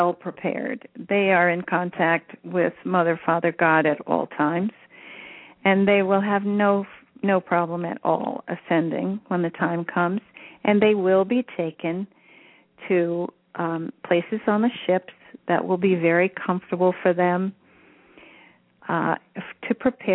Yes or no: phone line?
yes